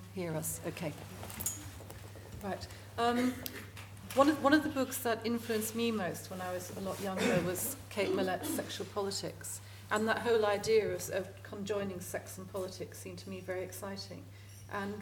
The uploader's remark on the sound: Recorded live at the ICA.